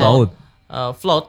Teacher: Float tapi tidak terlalu U. Jadi float agak float. Agak naik ya, agak membuka.